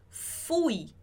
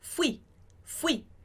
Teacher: Em português, a gente fala fui. Em espanhol, a gente vai colocar a parte mais forte no i · Shown in: second take